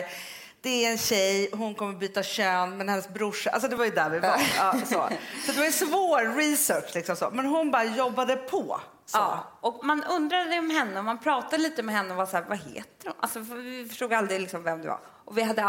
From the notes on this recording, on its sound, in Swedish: inspelning inför 600 personer på Rival